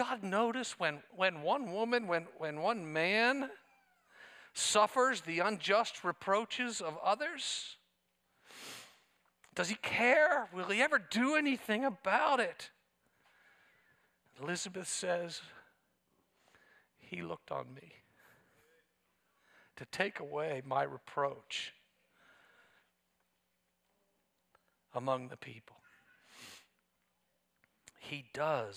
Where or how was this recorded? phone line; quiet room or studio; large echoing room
large echoing room